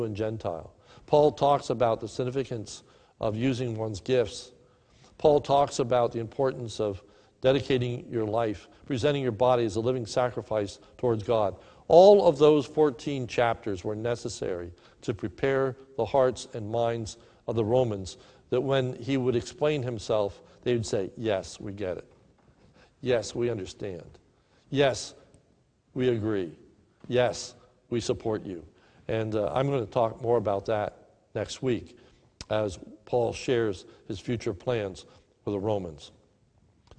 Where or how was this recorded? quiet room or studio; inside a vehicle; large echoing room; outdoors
large echoing room